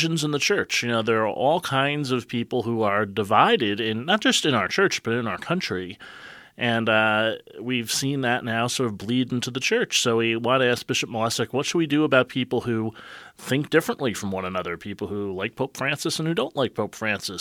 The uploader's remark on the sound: We're on location at Theology on Tap at Forest City Brewery in the Duck Island Section of Cleveland.